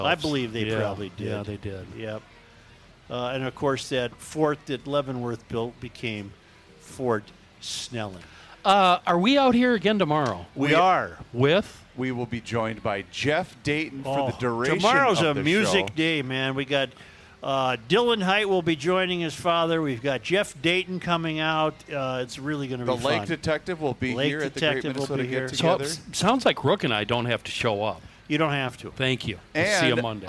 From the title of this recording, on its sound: Day 1 from the MN State Fair!!